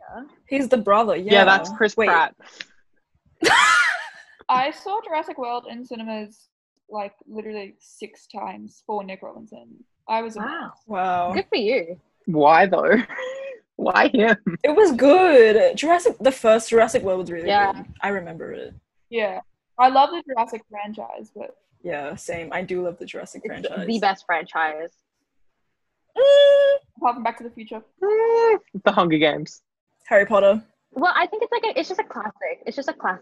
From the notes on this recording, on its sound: I'm sorry if the sound quality isn't the best but i tried !